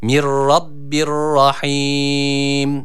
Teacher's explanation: Rahim kelimesi de rahim şeklinde okunuyor. Yani yine burada mide boşluğundan gelen H olarak okunuyor.